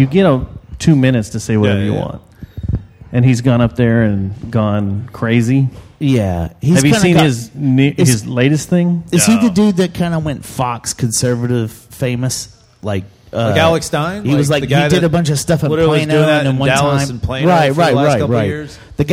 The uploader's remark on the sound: This week we were live from The Cicada in the lovely southside of downtown Fort Worth. Since this was our inaugural live show. The whiskey was flowing and in true JJTM fashion, things got a little wild. Thank you to everyone who came out, hung out with us, and abused the crowd microphone to set us straight in our ways.